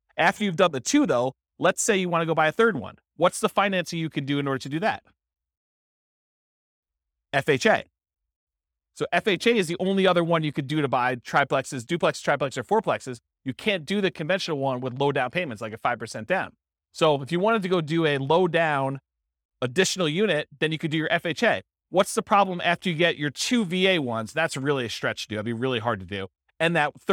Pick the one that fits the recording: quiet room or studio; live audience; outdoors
live audience